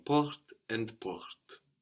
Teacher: So, whilst we add an S, we don't hear that S. They sound the same.